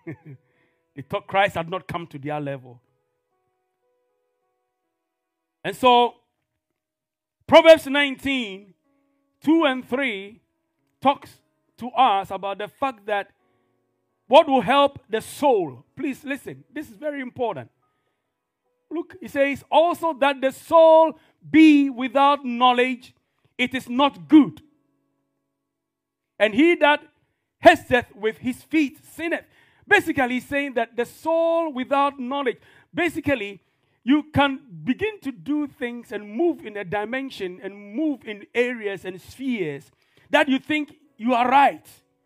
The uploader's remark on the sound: This podcast is a live recording of a Sunday Service that took place on the 13th of November 2022.